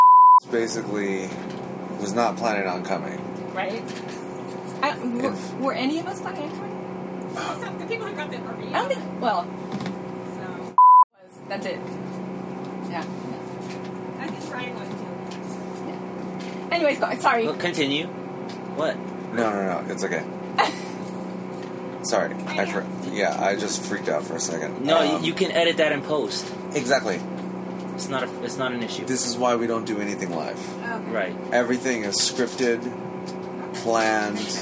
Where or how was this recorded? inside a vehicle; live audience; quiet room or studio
inside a vehicle